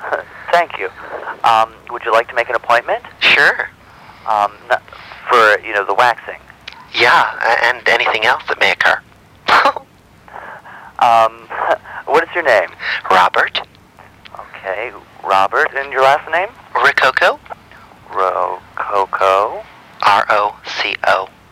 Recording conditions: phone line